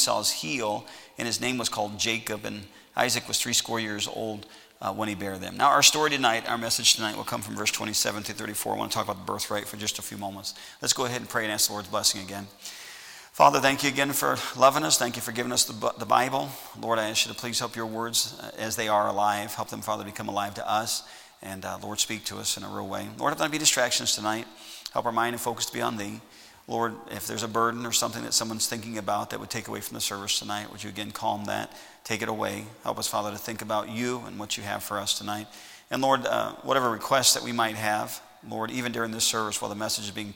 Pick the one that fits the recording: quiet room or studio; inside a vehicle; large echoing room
large echoing room